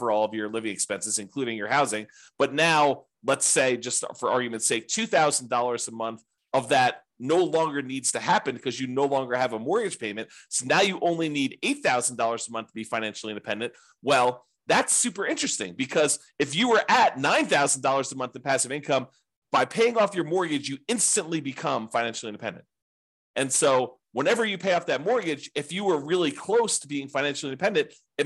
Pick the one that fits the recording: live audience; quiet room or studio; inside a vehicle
quiet room or studio